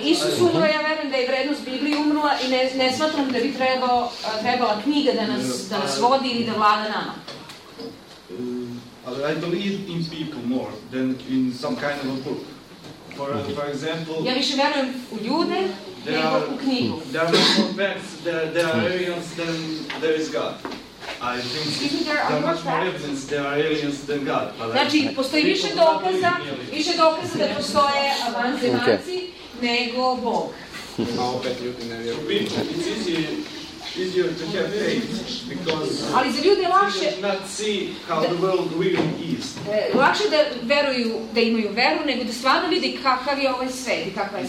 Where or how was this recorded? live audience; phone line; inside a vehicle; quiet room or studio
live audience